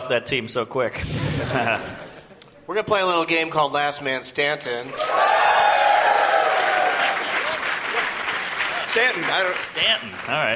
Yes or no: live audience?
yes